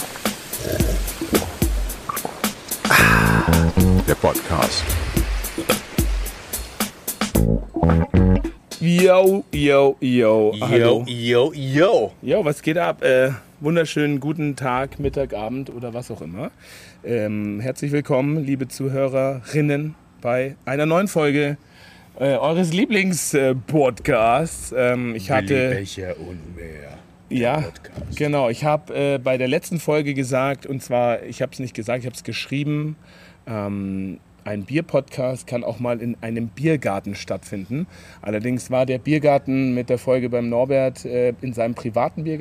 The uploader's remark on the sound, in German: Dieser Podcast wurde draußen aufgenommen und selbstverständlich kommt es zu dem ein oder anderen Nebengeräusch, aber alles vertretbar.